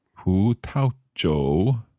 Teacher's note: 葡, second tone. 葡萄, neutral tone. 酒, third tone.